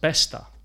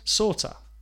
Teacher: Best of is often pronounced besta. Sort of, often pronounced sorta.